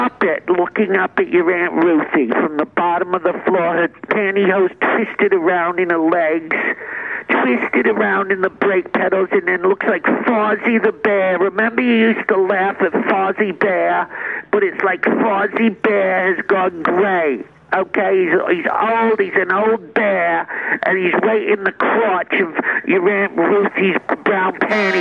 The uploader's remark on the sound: A phone call